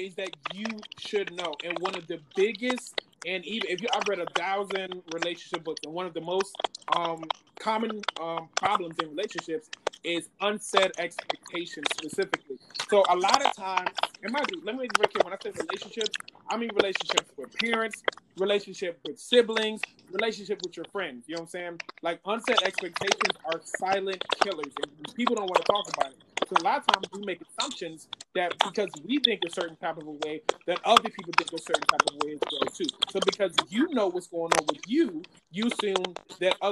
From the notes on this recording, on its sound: Sorry About The Background Noise